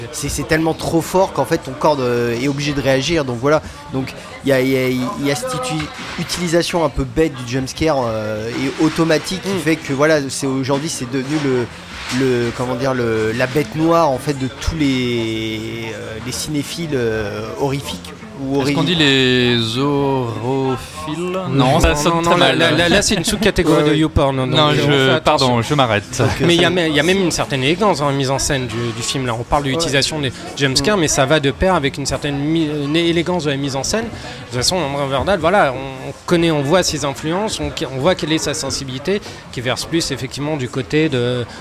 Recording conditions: busy venue